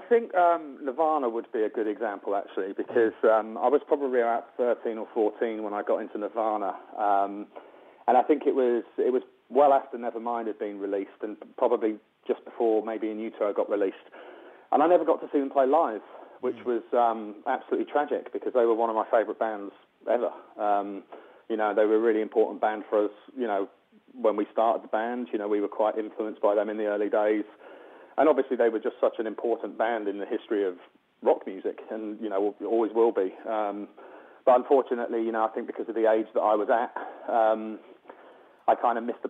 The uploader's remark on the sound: joins us on the phone